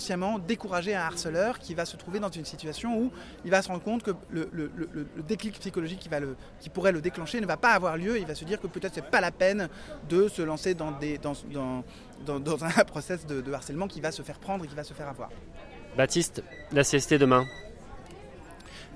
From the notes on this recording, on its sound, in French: Un podcast enregistré par l'ARA - Assistants réalisateurs & associés - lors du 75ème Festival de Cannes et en partenariat avec le CNC.